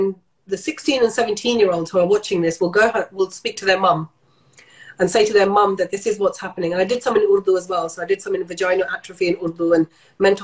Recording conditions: video call